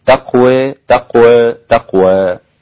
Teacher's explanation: نبدأ من الإمالة ثم التقليل ثم الفتح